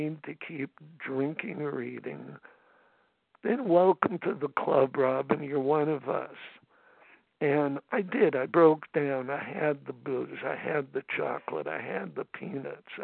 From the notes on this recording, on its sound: from the 100 Pounders Phone Meeting, 8/27/23.